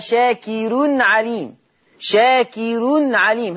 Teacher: فالراء مرققة عند ورش، ها هنا في لفظ شاكر لأن الراء مضمومة ومسبوقة بكسر أصلي